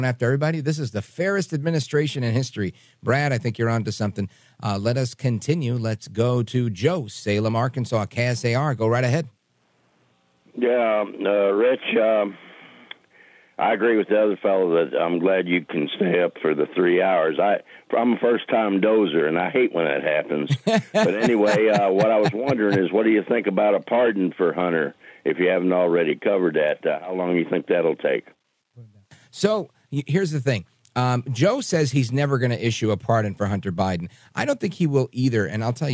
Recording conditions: phone line